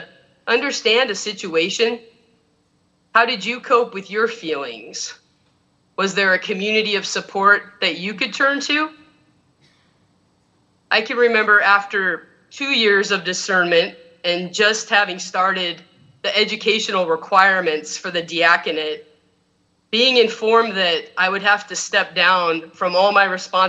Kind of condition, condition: setting, large echoing room